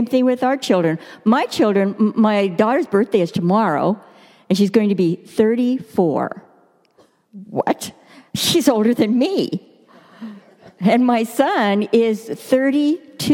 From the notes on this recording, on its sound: Delivered during the Contemporary Worship service.